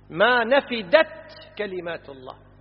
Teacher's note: لذلك أظهر الدال، ما نفدت كلمات الله، ما تجيب الدال قريب من الذال فيشكل على المصلين